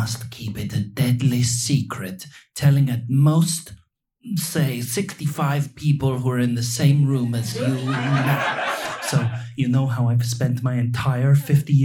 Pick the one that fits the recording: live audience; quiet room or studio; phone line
live audience